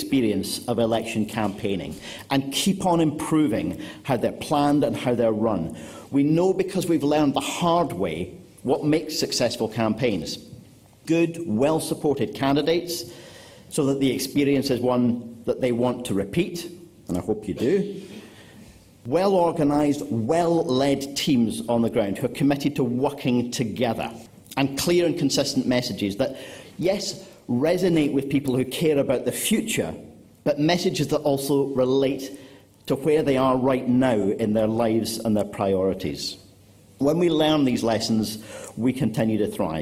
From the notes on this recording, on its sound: Scottish Green Party Conference Co-Leaders Speeches. Delivered a speech to the Autumn conference of the Scottish Green Party.